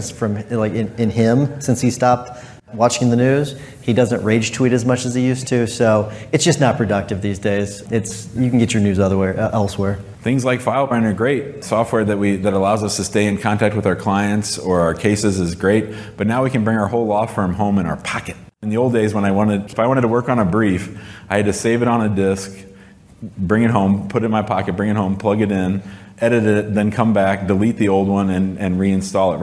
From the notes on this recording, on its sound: In this live podcast episode.